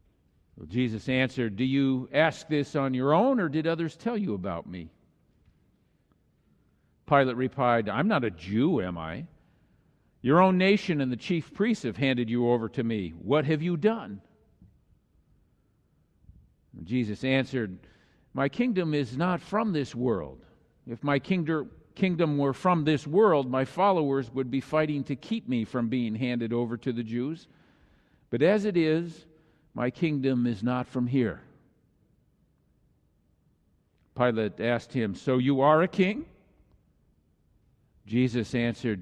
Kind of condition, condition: setting, large echoing room